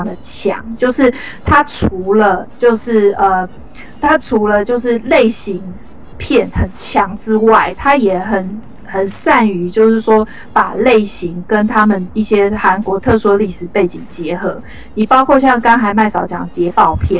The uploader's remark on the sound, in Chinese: 本集錄音音質不佳。